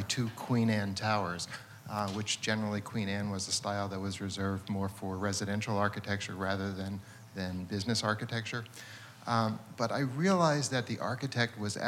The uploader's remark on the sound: Part of the City of Tomorrow: Real Estate, Architecture & Design Summit presented by 92Y and Hundred Stories. At 92nd Street Y.